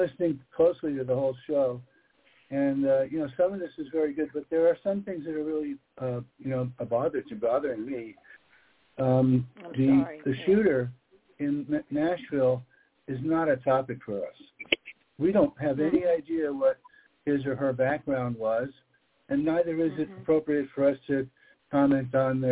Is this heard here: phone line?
yes